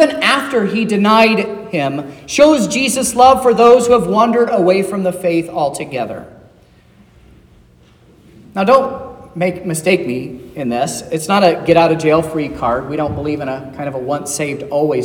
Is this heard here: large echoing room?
yes